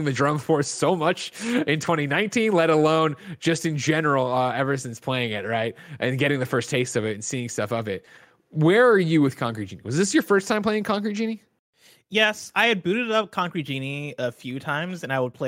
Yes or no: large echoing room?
no